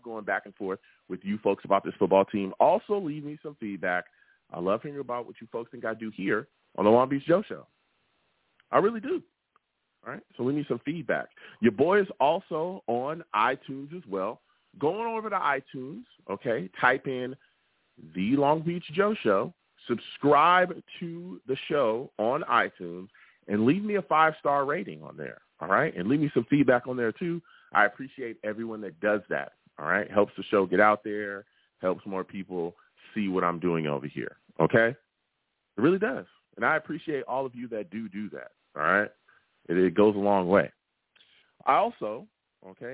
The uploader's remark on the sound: I take live callers!